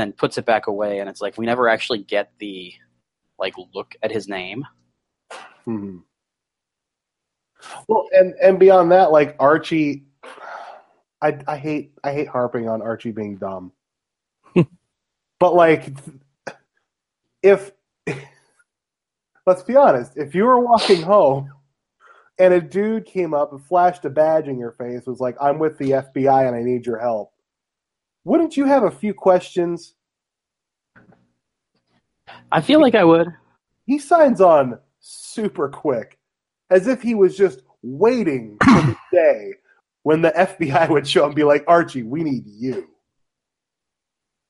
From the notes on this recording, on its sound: There were some sound quality issues relating to slow connectivity (thanks, East Coast snowy weather!).